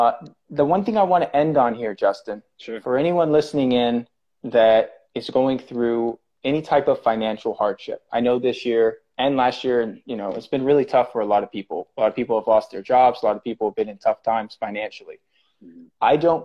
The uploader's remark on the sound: This episode comes from an Instagram Live